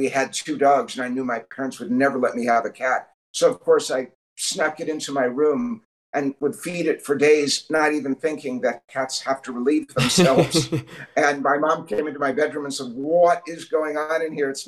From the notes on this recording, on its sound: As he zoomed in from his otherworldly office